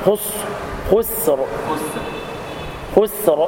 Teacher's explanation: فخم الراء ورق السين وفخم الخاء